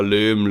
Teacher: dass Nuschler so ein bisschen die Endsilben verschlucken, aus Leben wird dann schnell Lehm